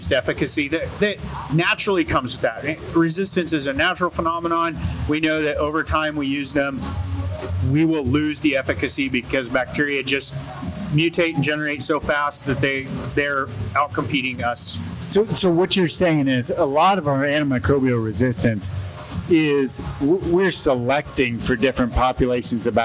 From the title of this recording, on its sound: Cattle Chat Live at the Kansas State Fair